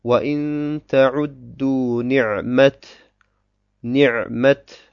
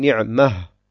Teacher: Wenn ich ein Ta Mabsut habe, dann muss ich immer auf dem Ta auch als Ta stehen bleiben. · Shown in: first take